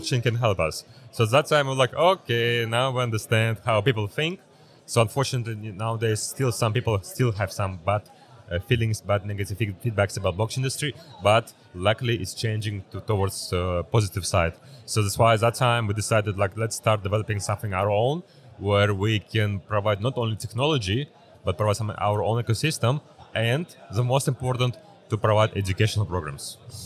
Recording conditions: busy venue